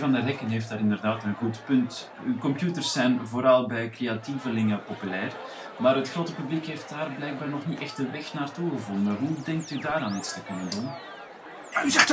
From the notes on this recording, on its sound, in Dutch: Pixelburg brengt live verslag vanaf de vierde Pixelburg Electronica Braderie.